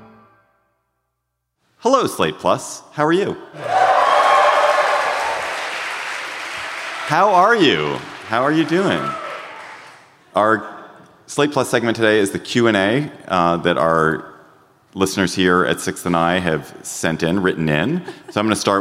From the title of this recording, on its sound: Live in Washington D.C.